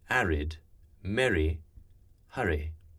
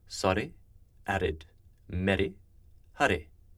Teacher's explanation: Traditional RP makes it with the same shape as the initial R, R. However, an archaic pronunciation uses a tap or flapped R. This is similar to the first stroke of a trill. · Shown in: second take